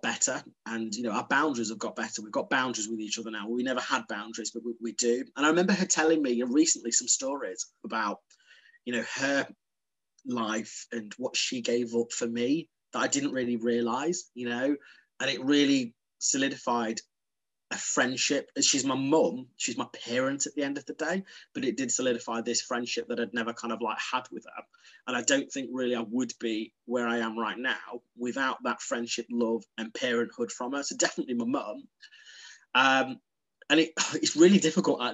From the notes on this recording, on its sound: Over zoom from the Zen Den.